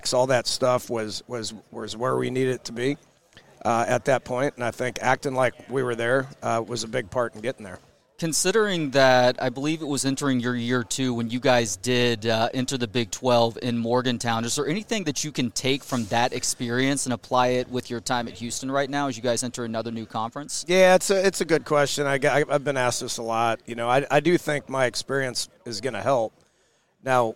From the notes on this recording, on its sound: from Big 12 media days at AT&T Stadium in Arlington, TX